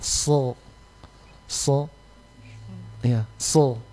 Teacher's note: Jadi huruf so sama dengan orang mau bilang S. S. Tapi dinaikkan pangkal lidah · Term: huruf sad